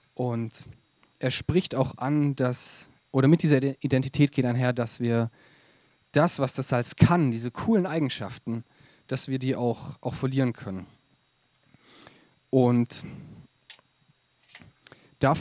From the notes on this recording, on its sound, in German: Predigt im Rahmen des GreifBar+ Gottesdienstes